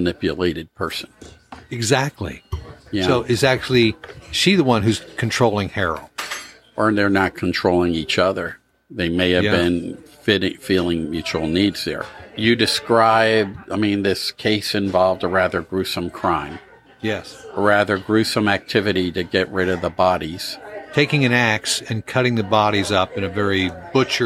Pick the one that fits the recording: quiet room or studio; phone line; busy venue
busy venue